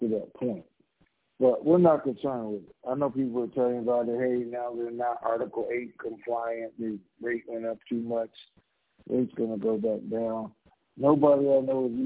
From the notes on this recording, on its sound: TNTSuperfantastic Conference Call